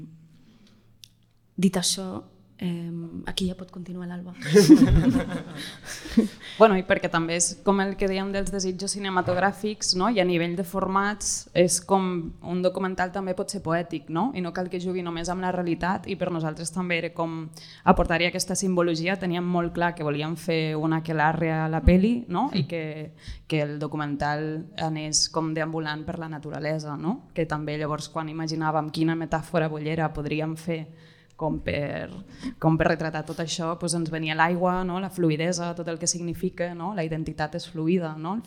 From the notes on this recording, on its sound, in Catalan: Ens estrenem en directe amb nervis i il·lusió i ho fem des del D’A Festival de Cinema de Barcelona.